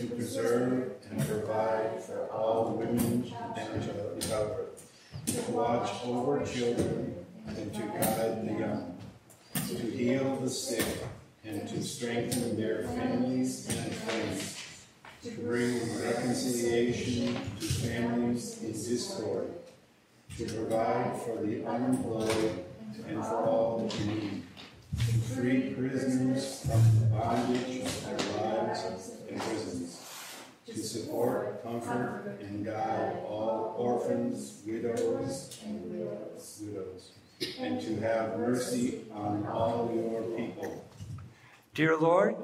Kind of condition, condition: setting, large echoing room